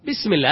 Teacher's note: بسم الله الباء من الشفتين والسين من طرف اللسان